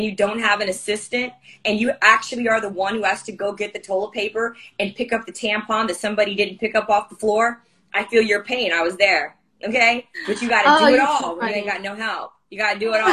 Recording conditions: video call